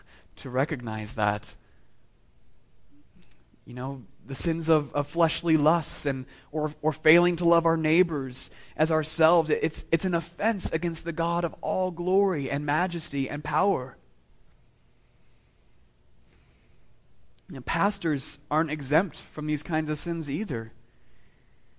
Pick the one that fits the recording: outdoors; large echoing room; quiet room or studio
large echoing room